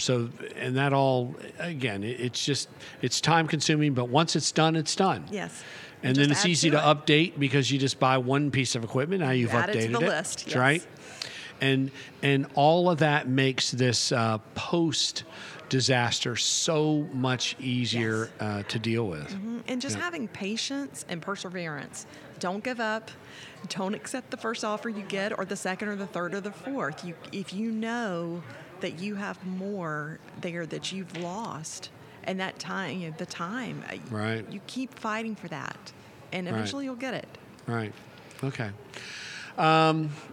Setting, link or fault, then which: setting, busy venue